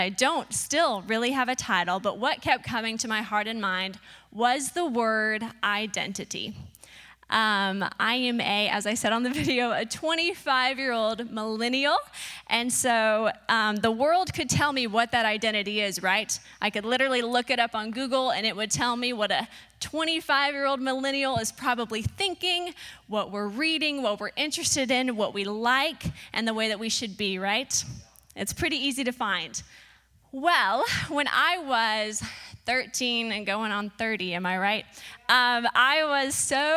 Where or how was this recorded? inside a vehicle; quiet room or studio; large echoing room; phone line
large echoing room